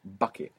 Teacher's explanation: And you will see that paper move with that burst of air that comes with bucket. That hard B in English is a plosive sound. It means you gather up a little bit of air and you shoot it out when you make that B.